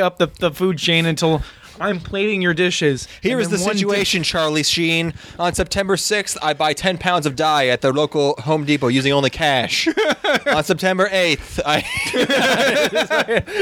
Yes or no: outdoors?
yes